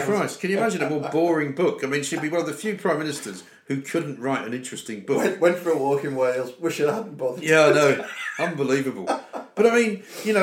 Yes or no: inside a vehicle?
no